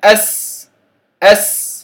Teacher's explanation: السين نجد أن النفس يجري معها عند النطق بها، أس يجري معها نفس، وفارق بين جريان النفس وجريان الصوت، · Term: الهمس